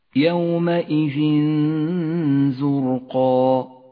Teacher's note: تخرج هذه الغنة في حكم الإخفاء من الخيشوم ومن مخرج الحرف الذي بعد التنوين متجافيا عنه قليلا، فلكل حرف غنة مختلفة من حيث المخرج ومن حيث الترقيق والتفخيم أيضا.